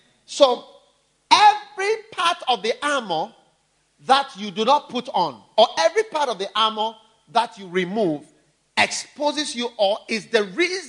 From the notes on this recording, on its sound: Preached at the First Love Church, University of Ghana, August 2012.